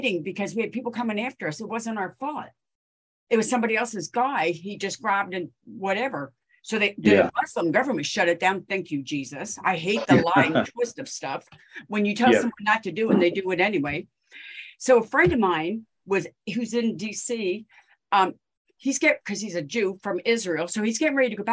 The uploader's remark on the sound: In a ZOOM session. Of City Builders Church in Sale, Australia.